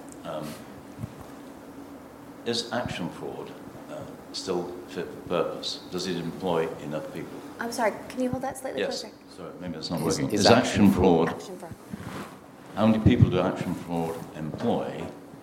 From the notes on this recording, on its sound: hosted at Conservative Party Conference